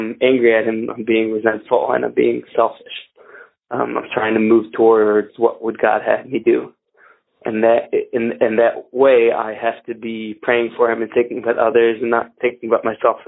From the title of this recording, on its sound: Phone Meeting Workshop